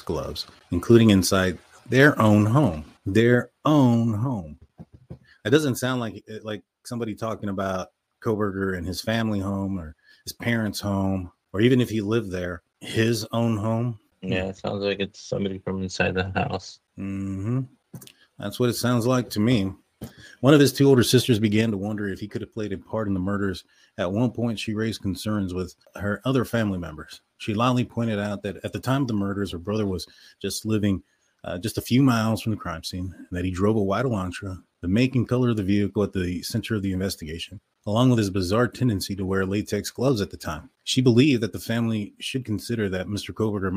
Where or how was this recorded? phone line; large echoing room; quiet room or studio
quiet room or studio